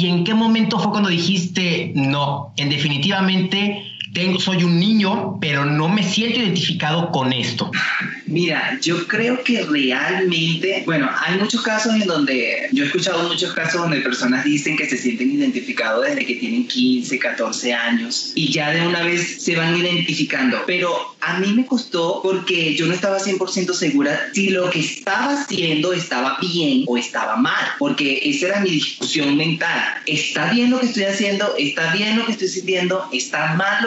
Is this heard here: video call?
yes